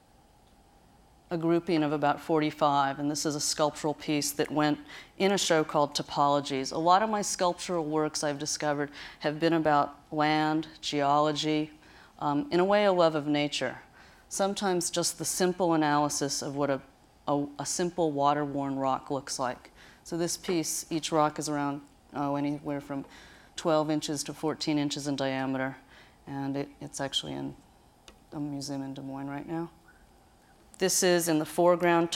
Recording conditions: live audience